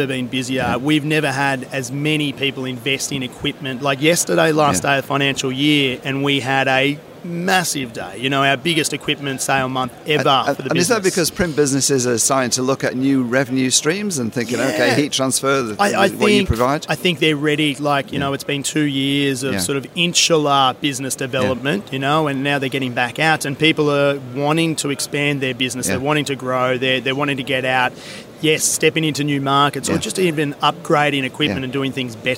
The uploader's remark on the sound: Trends & Tech from PacPrint. Incorporating extracts from some of the 34 interviews that Print21 livestreamed from the exhibition floor.